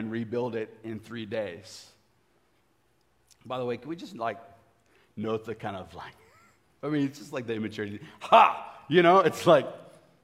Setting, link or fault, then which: setting, live audience